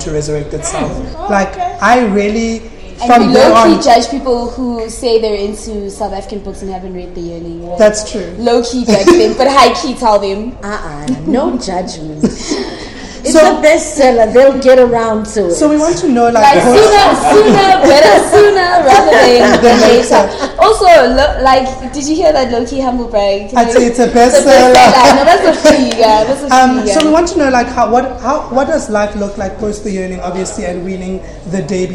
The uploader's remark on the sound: in a live podcast